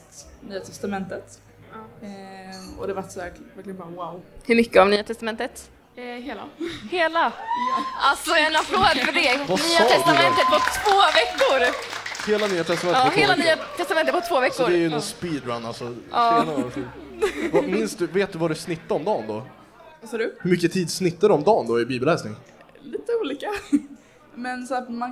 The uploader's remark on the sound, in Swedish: Kristen i skolan-podden kör live från vårt turnerande event Äkta - denna gång från Kalmar. Till sin livepoddsoffa.